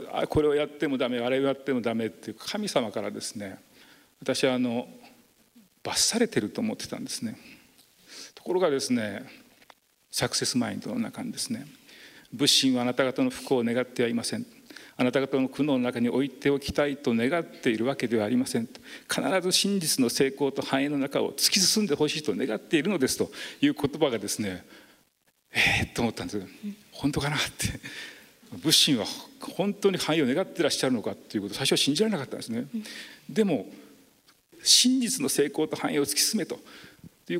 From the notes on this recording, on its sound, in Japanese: 福岡県福岡市にある幸福の科学・福岡正心館で公開録音イベントを行いました。今回は、その公開録音第２部で行った「信仰×経営」の模様をお届けします。